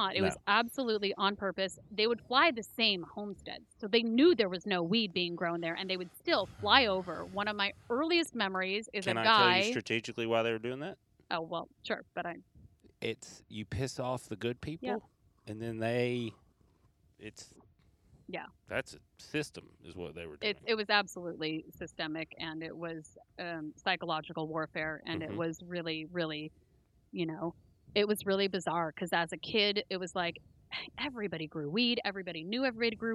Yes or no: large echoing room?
no